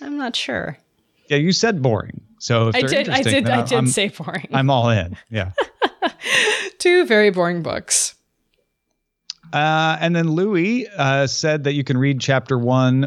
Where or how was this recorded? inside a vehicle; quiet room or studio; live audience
quiet room or studio